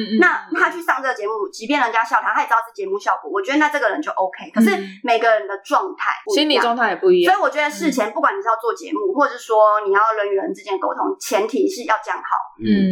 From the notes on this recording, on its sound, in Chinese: 本集音質不好